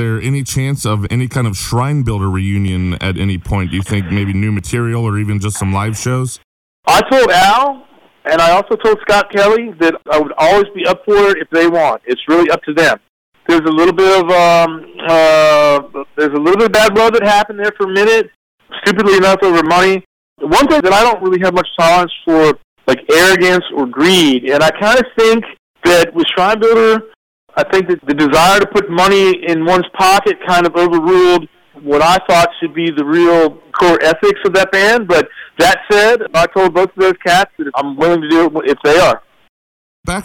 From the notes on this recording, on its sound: This phone interview